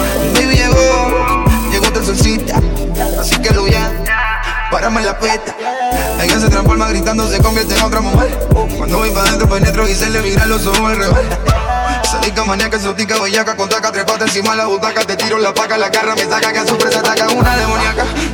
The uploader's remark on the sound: live from fayrooz 2019